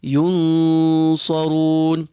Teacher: We apply the rule of ikhfaya, and because the sad is a full letter, the elongation, the ghunna, will be slightly filled in preparation for the full sad.